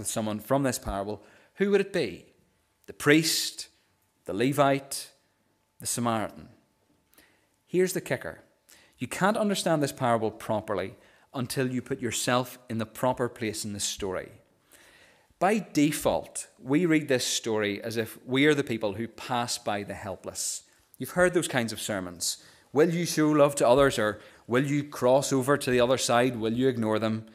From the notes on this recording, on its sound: This is the recording of the Bible reading and sermon from our morning service on Sunday 15th October 2023.